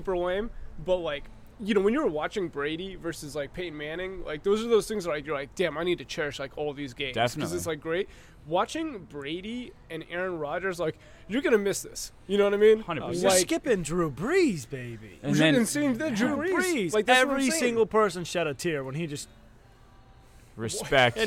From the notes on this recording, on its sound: FLORIDA LIVE SHOW! LIVE from the Sebastian Tiki Bar and Grill in Sebastian, Florida!